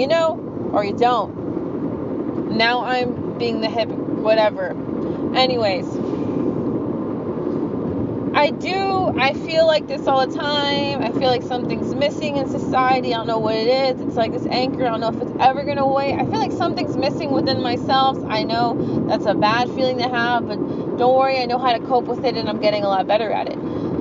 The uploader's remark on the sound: Another segment in the car.